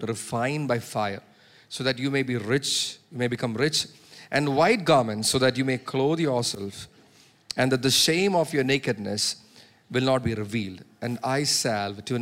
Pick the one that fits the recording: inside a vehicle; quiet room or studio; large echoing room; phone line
large echoing room